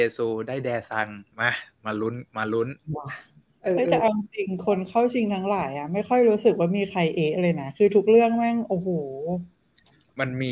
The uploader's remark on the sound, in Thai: รายการนี้เป็นการนำ Live สดมาบันทึกเสียงเพื่อลงในเวอร์ชันพอดแคสต์ ทำให้คุณภาพเสียงไม่ได้สมบูรณ์แบบมากนัก มีการพูดซ้อนกันเป็นระยะๆ